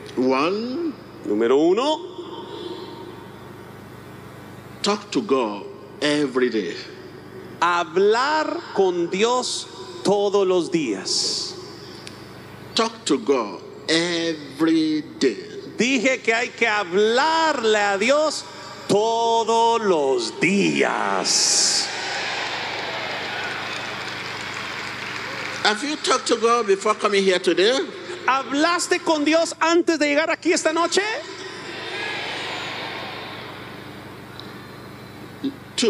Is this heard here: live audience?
yes